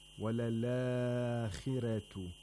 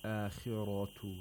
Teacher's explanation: He doesn't say akhiratu like Hafs. He doesn't pronounce the ra of akhira with tafkhim. He pronounces it with tarqiq · Shown in: first take · because in Warsh the letter before the ra has a kasra.